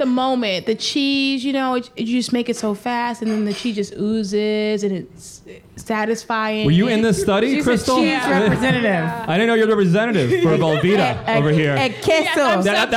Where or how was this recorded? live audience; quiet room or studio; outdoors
live audience